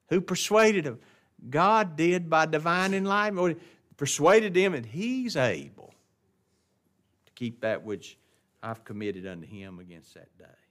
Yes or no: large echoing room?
yes